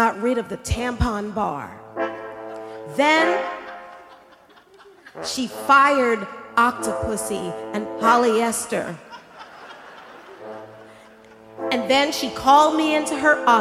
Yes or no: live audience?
yes